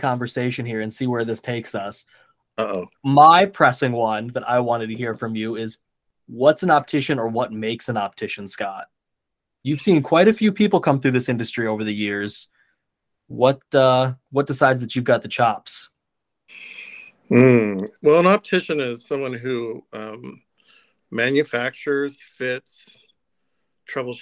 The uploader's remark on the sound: Recorded with Google Meet